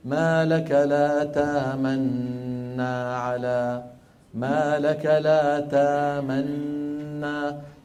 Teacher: فيأتي بنون مشددة لا روم ولا إشمام معها · Term: الإدغام المحض